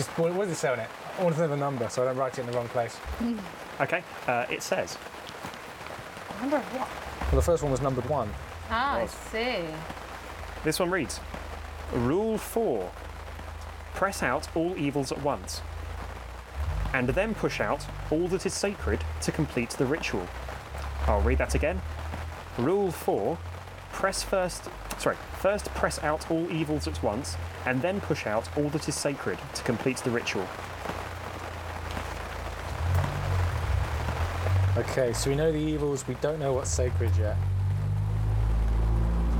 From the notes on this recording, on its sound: Did we record this episode in the fittingly pissing rain? I hope you like ASMR, and listening to the lengths we'll go to to maintain social distancing.